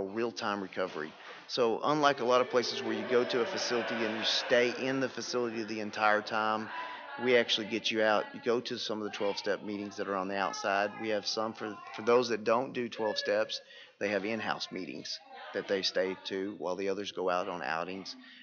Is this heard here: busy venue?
yes